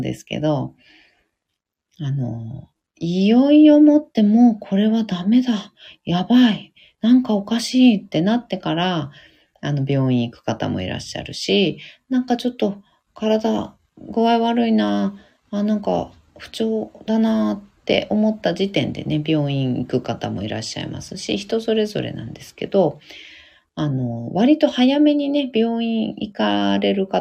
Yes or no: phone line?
no